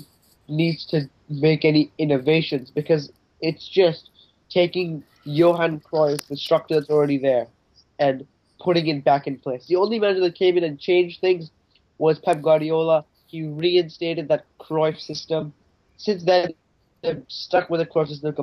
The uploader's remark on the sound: Audio wasn't up to par this episode due to an irregular setup, and we apologize for that.